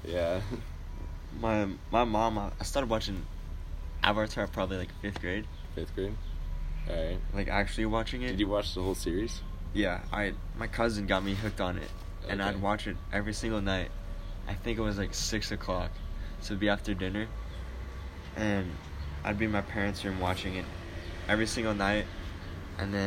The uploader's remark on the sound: Listen as we sit outside. TERRIBLE WIFI.